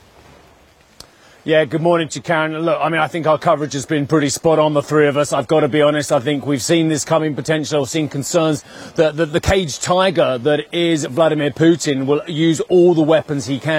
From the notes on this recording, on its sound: At the Ambrosetti Forum. We are also live in Downing Street ahead of the Conservative Party leadership contest result.